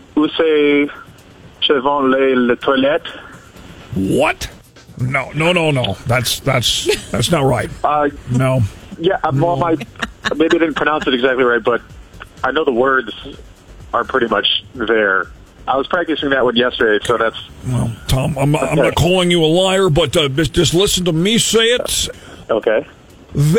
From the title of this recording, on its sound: Friday Phone Jacks Prank Call